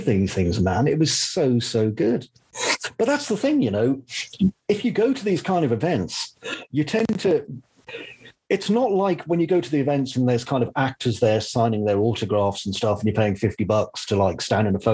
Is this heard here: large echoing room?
no